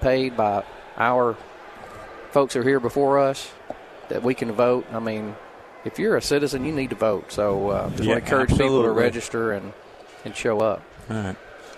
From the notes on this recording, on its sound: Live at the State Capitol for Filing Day